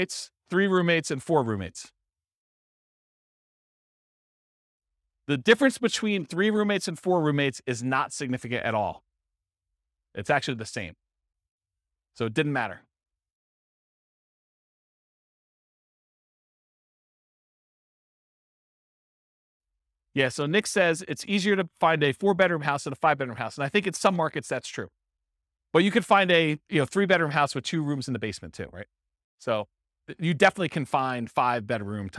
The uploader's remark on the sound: This was a live class recorded